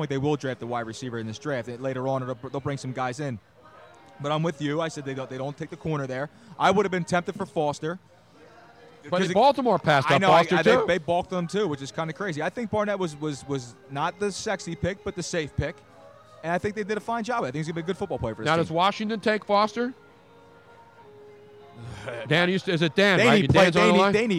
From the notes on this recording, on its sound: We were LIVE from the #NFLDraft2017 Philadelphia for 6 HOURS. LIVE from the Draft Headquarters in Philadelphia.